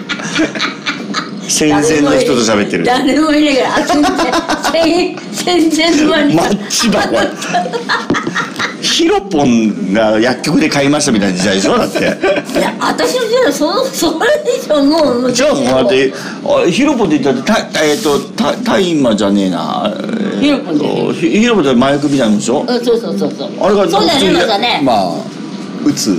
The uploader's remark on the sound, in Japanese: まさかの地元収録なゲスト回！地元のカラオケ居酒屋で真夜中のノリで収録！ノー台本、ノー編集でここまで上手く収録できるとは思いませんでした！！